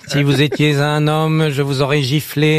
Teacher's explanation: Un peu plus nasillard, un peu plus dans le nez.